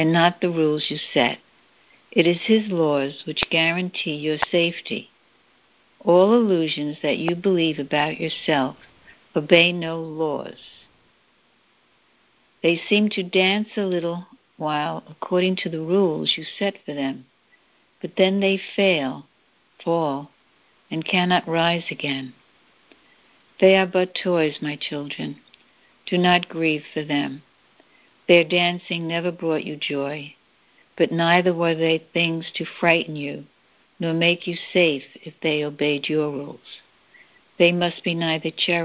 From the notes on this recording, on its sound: ACIM Daily TEXT Conference Call